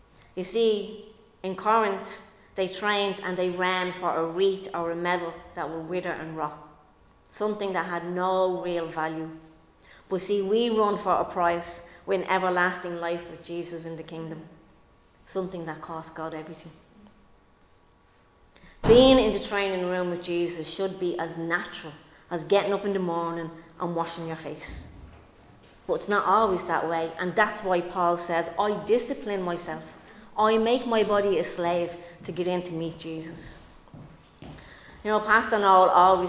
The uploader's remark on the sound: Recorded live in Liberty Church on 24 April 2022